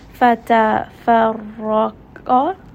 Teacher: Ra in this case, because it has a fatah, it is heavy for that reason. Qaf is permanently heavy, so it is always going to be a heavy sound.